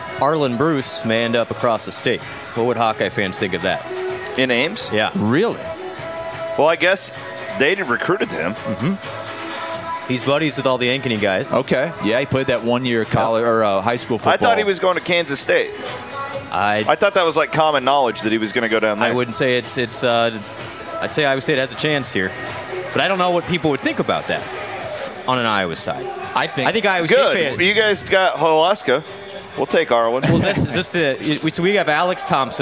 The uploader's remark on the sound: Cy-Hawk preview from Stadium Swim. Live from Vegas at Circa's iconic Stadium Swim.